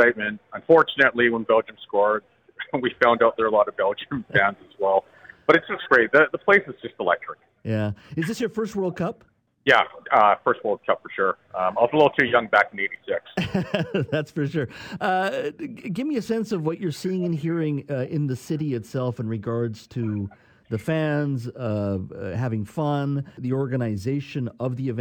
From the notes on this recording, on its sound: Joins us live from the World Cup in Qatar. While at the Canada vs Belgium game!